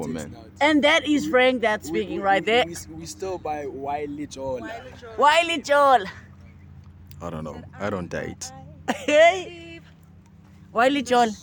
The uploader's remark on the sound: Nevermind the bad feedback we got from the wind, the mic wasn't with us.